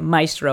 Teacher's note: I have very much Americanized it and made it maestro, because people can't roll their R's, and so it comes out maestro, and that just sounds way worse.